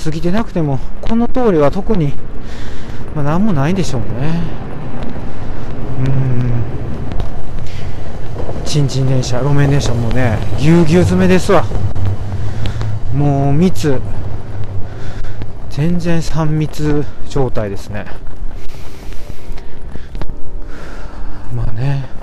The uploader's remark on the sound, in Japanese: 天文館という歌舞伎町のような夜の街を歩きながらお届けします。